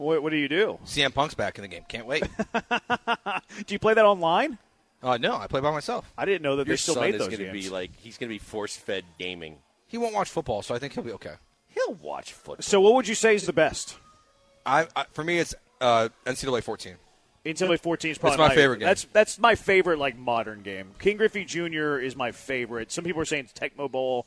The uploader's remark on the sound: live from The Decoy